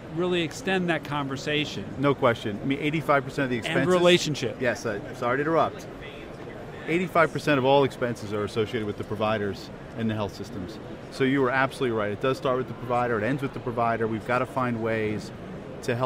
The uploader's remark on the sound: LIVE From #HiMSS17.